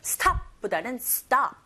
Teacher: at이라는 전치사는 강세를 받지 않는 기능어인지라 stop에 조금 더 강세를 주셔야 되는데 s 사운드, t 사운드 맞물려 있죠?